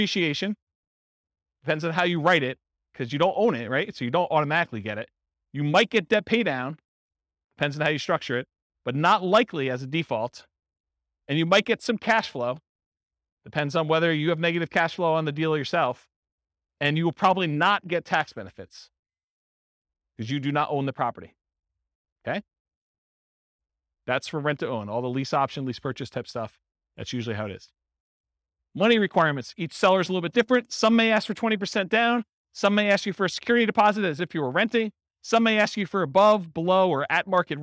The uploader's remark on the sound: Real estate entrepreneurs in Fargo, North Dakota. This was a live class recorded.